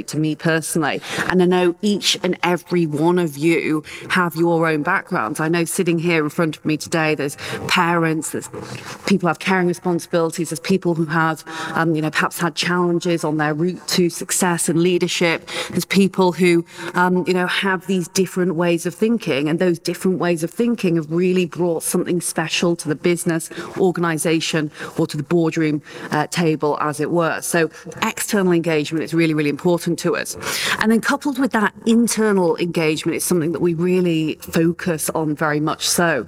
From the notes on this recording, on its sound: recorded live) at the Podcast Futures event in Westminster, London in February 2022